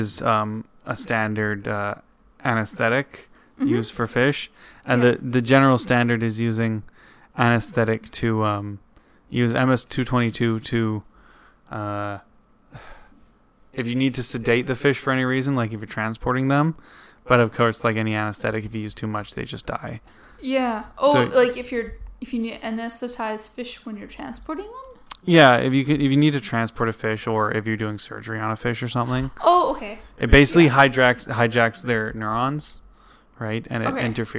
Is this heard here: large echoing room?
no